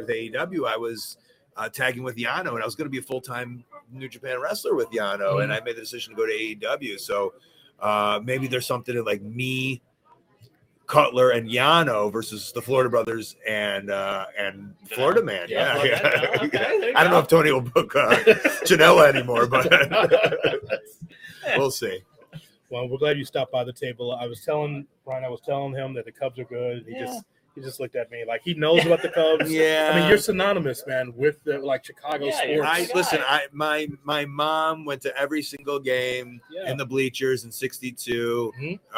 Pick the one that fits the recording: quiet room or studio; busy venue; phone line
busy venue